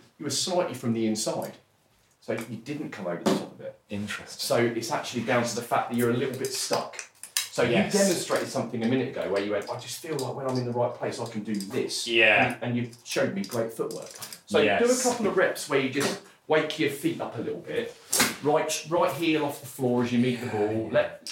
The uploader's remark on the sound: For fans of a man getting hotter and hotter and more and more tired, ditto. For fans of the noise of golf balls being hit, you really can't go wrong.